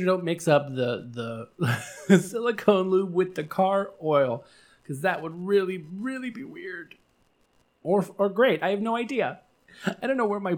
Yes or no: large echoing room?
no